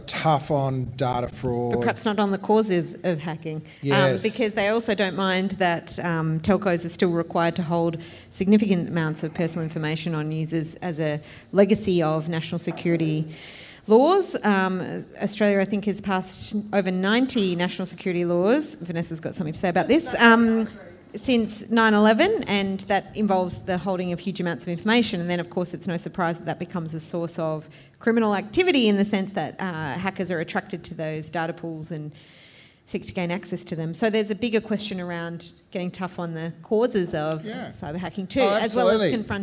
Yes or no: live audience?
yes